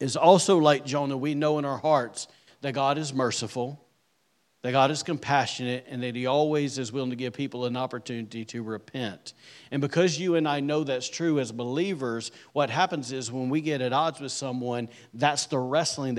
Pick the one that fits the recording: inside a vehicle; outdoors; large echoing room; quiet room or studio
large echoing room